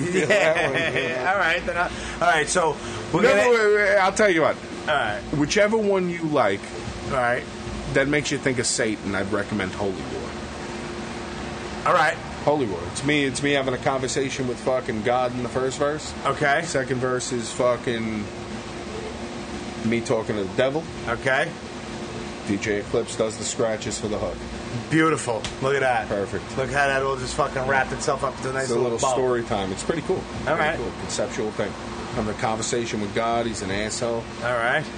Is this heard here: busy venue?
yes